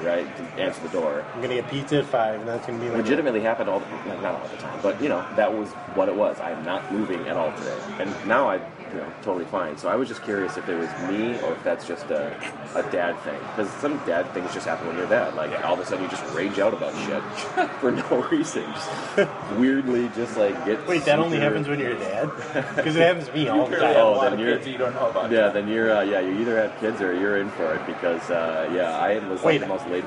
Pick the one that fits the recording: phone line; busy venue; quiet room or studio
busy venue